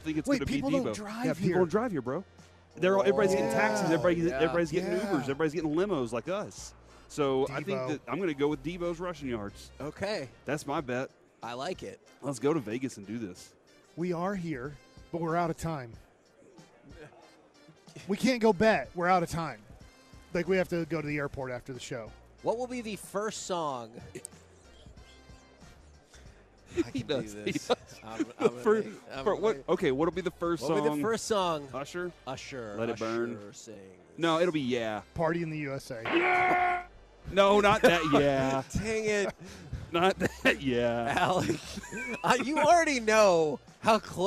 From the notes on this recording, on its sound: LIVE from Radio Row in Las Vegas!